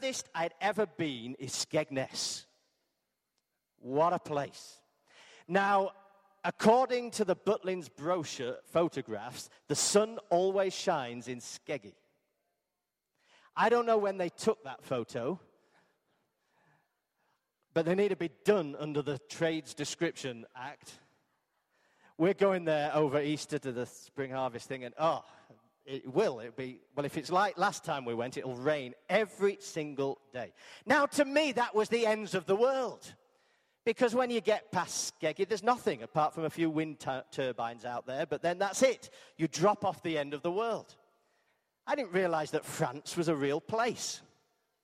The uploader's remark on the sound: Arena Church Ilkeston